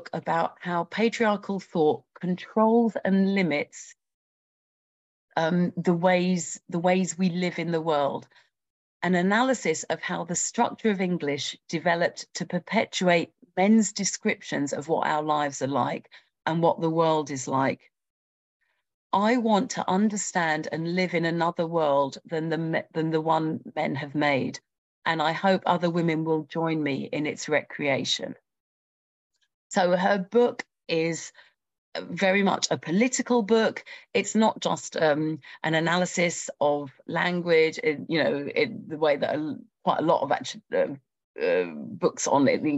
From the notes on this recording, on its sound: A live webinar